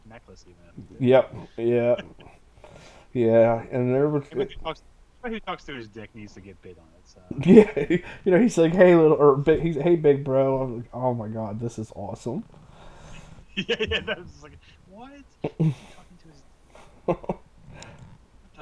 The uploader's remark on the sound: NOTE: Audio on this one is not the best. We were still trying to figure some things out... Still listenable for sure, just a little rough sounding.